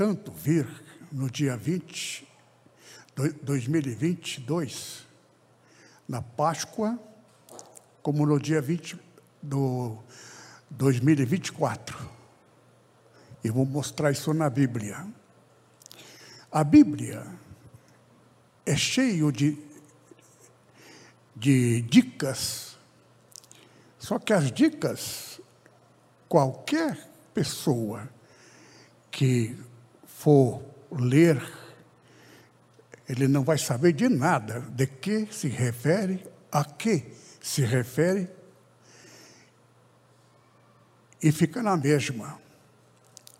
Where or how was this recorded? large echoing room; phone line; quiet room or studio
large echoing room